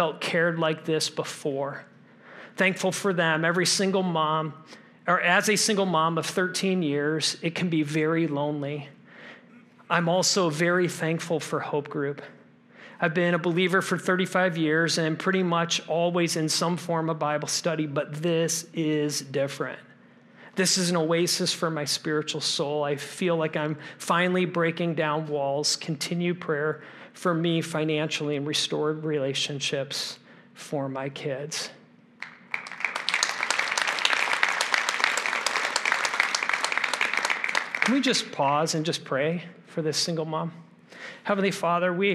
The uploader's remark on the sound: This message was originally preached at Highpoint Church on Sunday, November 19, 2023